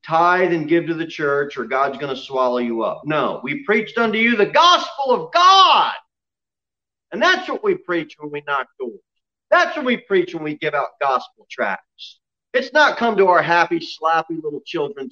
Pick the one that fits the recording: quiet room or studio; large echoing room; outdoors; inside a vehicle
large echoing room